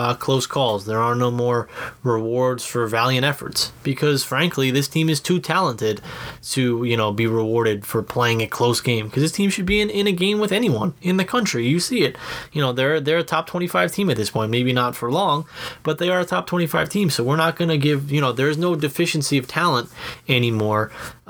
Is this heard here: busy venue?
no